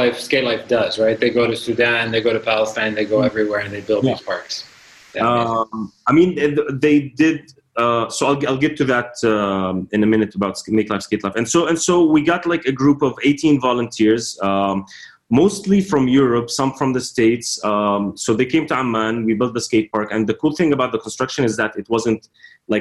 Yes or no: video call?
yes